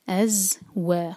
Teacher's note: زا پر ہمیشہ buzzing sound آنا چاہیے. از و، واو کے اوپر فتحہ ساتھ میں چھوٹی سی الف دو حرکہ کھینچنے کے لیے، مد طبعی.